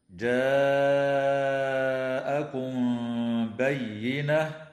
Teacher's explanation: وتخفى الميم الساكنة عند الباء مع الغنة